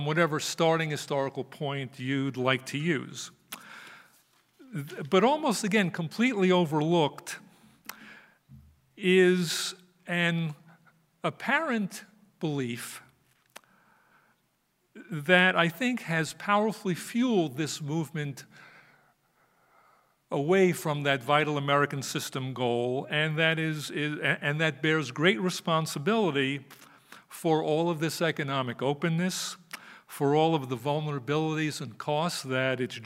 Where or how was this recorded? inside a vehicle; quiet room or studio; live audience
live audience